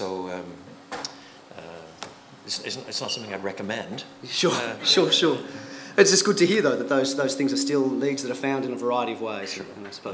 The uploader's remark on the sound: Contains the full-length address he gave to church planters at the National In The Chute conference.